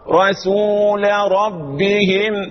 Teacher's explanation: رسول بالسين مش بالصاد